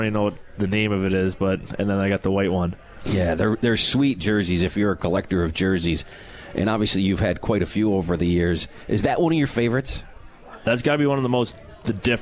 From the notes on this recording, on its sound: Live from Swifty's